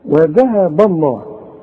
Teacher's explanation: الذاء دي ترقق وتطلع لسانك فيها، ها، وذهب الله.